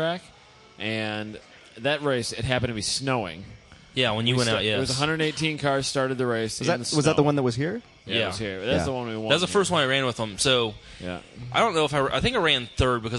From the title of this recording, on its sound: from ITR Expo 2015